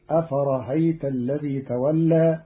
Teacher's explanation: قرأ قالون كلمة أفرأيت بتسهيل الهمزة الثانية بين بين فتصير أفرأيت الذي تولى في لغة بعض العرب.